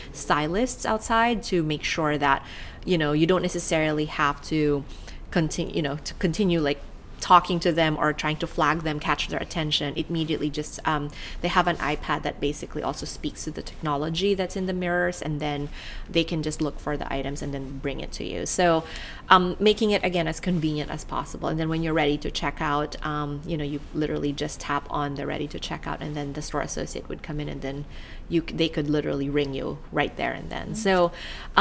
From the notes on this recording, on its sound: Recorded at Online Retailer 2017 in Sydney